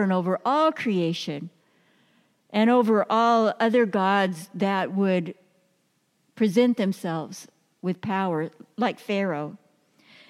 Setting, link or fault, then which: setting, large echoing room